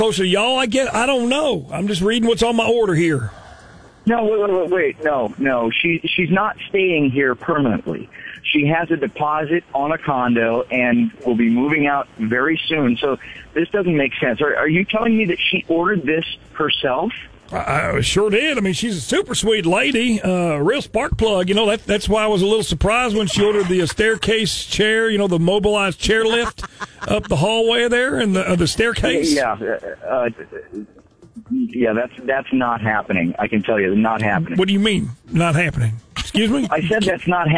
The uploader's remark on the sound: Friday Phone Jacks Prank Call.